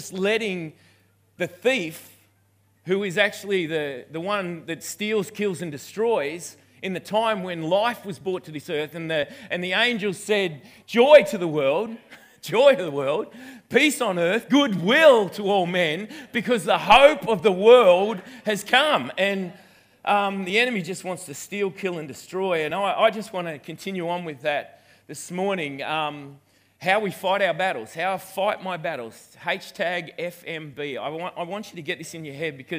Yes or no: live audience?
yes